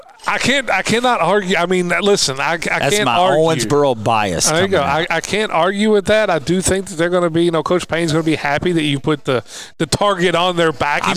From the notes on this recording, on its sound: live from Owensboro Country Club